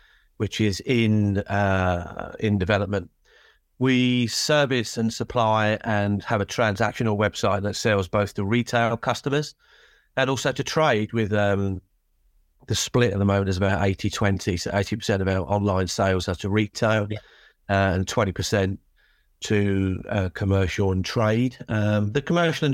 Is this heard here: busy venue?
no